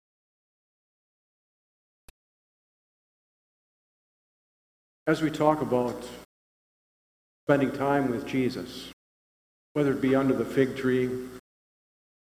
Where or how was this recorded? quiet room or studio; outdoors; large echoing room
large echoing room